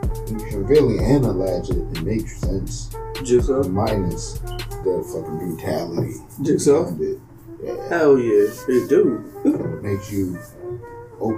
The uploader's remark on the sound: sorry for the shitty audio